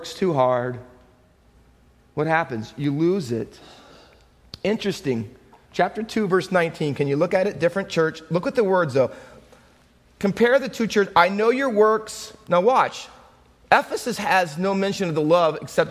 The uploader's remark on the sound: Faith Baptist Church in Hamilton, NJ.